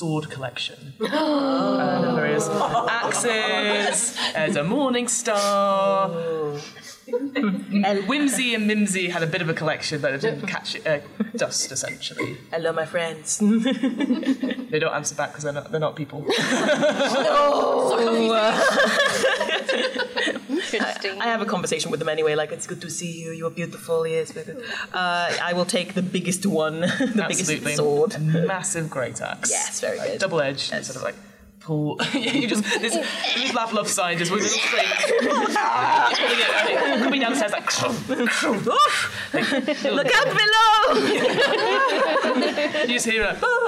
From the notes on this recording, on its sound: Be Our Guest LIVE at UKGE. A special live recording from UK Games Expo.